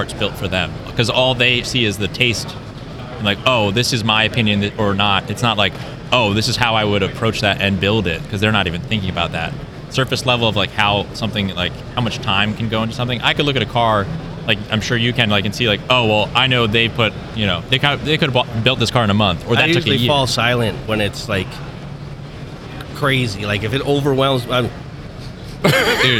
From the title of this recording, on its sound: SEMA 2023 Live